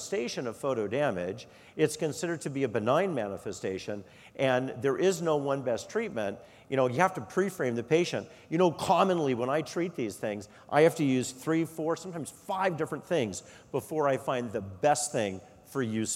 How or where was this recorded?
large echoing room